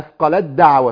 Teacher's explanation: زي ما الدال دخلت في التاء، التاء دخلت في الدال